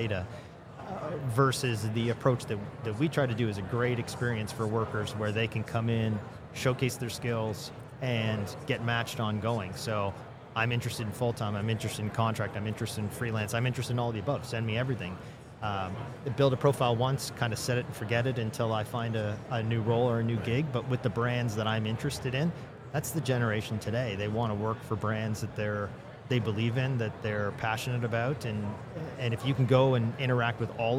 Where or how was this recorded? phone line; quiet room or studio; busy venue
busy venue